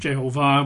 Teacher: Jehovah, with the emphasis on the last syllable